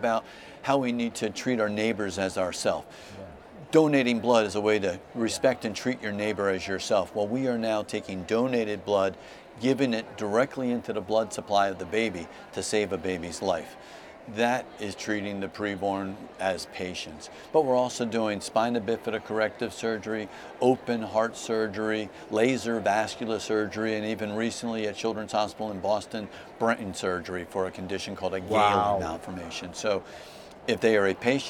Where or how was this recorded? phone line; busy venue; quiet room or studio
busy venue